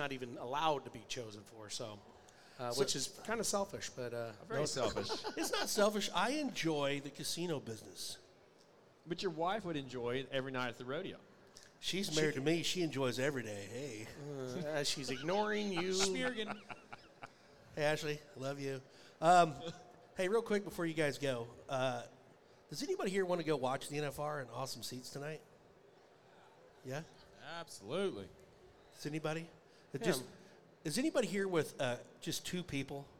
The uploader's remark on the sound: RümpChät Live 2023 - NFR Edition 4